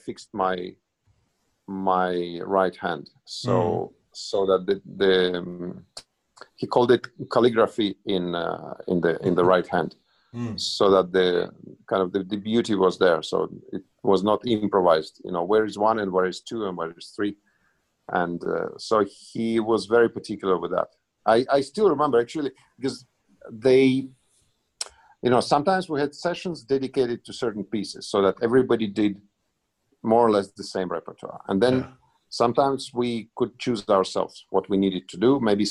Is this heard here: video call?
yes